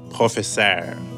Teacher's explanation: words ending in an R sound, like professeur, sound a little more stretched out